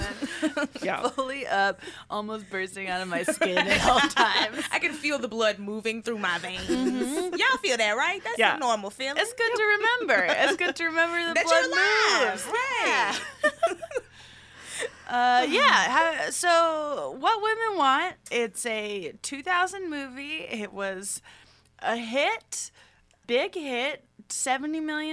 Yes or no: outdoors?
no